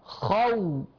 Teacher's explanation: الواو اللينة من الشفتين مع الاستدارة